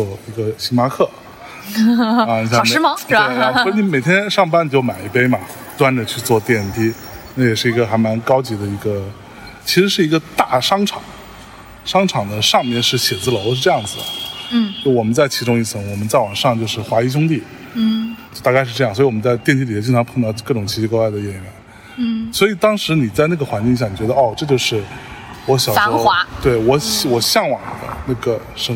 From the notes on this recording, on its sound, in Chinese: 在中秋之日的傍晚时分，在连云港的小河旁，他们边散步边聊天，便录制了这期伴随着自然环境音的“路边风”。